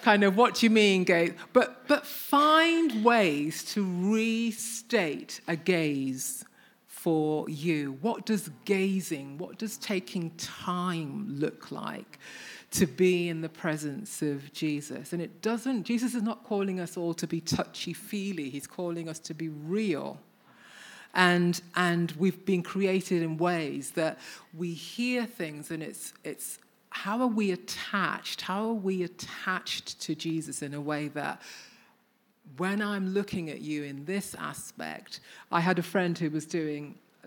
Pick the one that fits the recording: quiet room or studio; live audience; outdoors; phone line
live audience